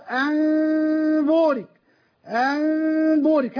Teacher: يقول بغنة ظاهرة وبتقليل انطباق الشفتين جدا